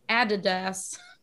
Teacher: Adidas with emphasis on the first syllable.